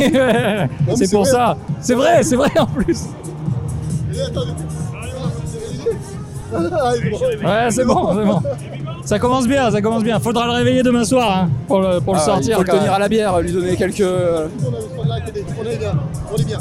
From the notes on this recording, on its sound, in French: un épisode en mode live avec une couverture de la Geek expo en Avignon